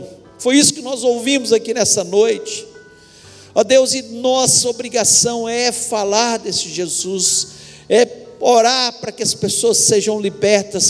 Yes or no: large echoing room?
yes